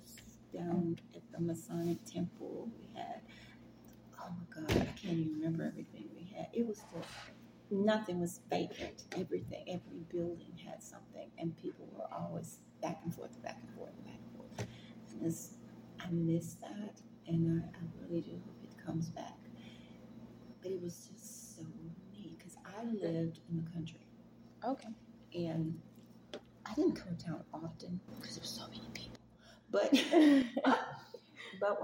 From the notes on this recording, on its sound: This video has some background noise